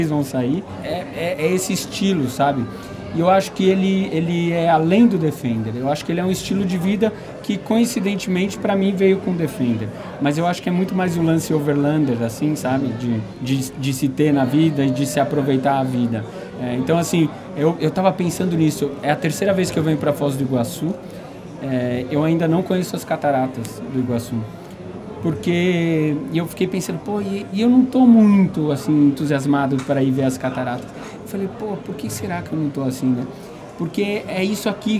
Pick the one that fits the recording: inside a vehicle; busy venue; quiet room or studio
busy venue